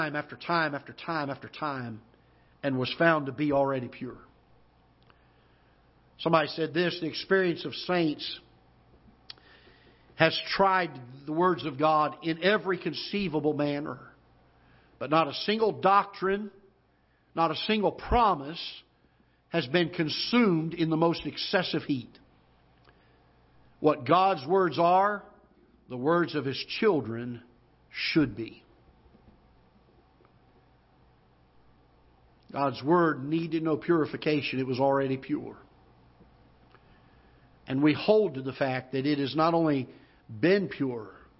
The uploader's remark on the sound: Ketha Heights Baptist Church ~ Live Broadcast